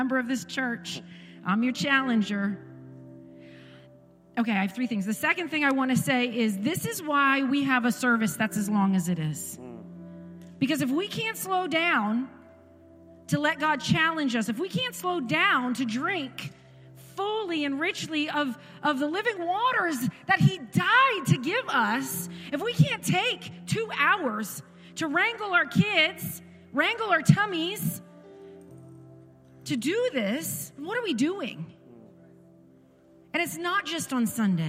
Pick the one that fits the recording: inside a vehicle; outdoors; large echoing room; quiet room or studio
large echoing room